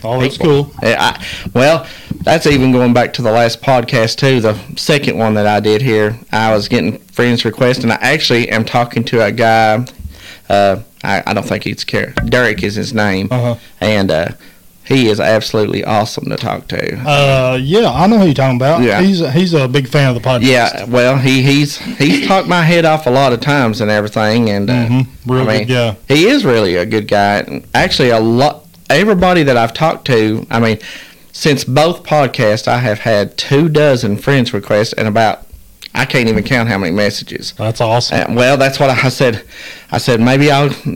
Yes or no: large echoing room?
no